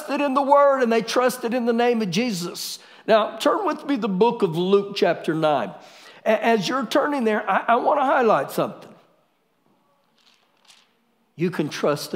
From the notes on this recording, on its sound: Recorded live during our Wednesday night service